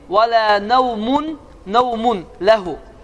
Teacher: Əgər nun sakin və ya tənvinlərdən sonra bu iki hərf gələrsə ləm və ra, bu zaman tənvinlər oxunmayacaq və ləm və ra hərfləri şəddələnəcəkdir və səs tam ağızdan çıxacaqdır · Term: İdğam biləğun